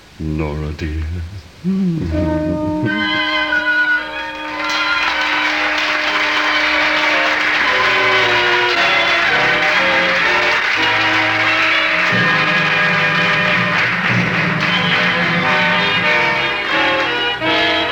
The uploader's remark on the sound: Live Christmas Stage Show 1987